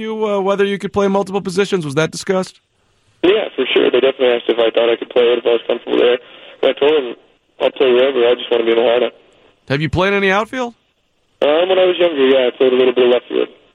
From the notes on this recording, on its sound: Takes your phone calls.